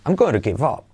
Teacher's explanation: y la P de up casi no se dice